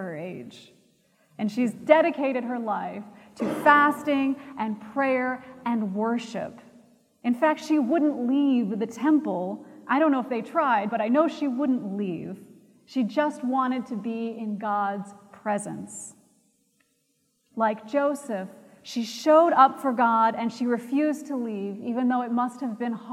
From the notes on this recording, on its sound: Recorded January 31, 2017 at Trinity Presbyterian Church in Bixby, Oklahoma